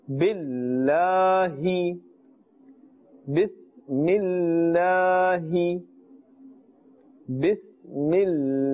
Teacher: when there's a Kasra before the Ismi Jalalat, which has the vertical Fatha, in this case we must pronounce in a thin voice